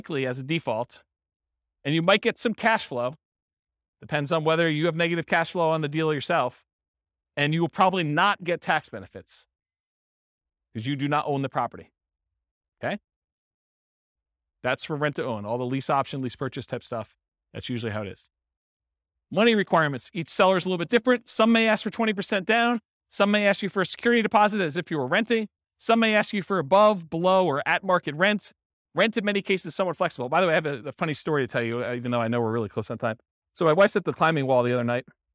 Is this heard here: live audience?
yes